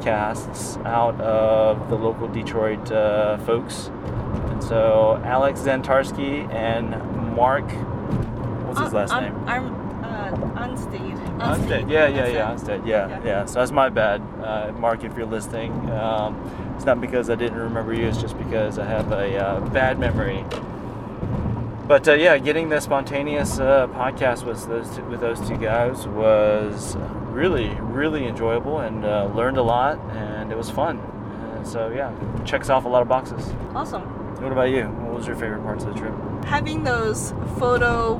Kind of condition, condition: setting, inside a vehicle